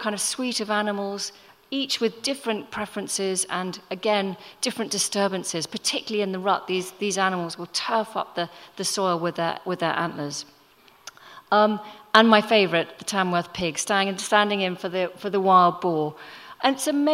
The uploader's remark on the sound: Recorded at The Tabernacle in London in May 2018.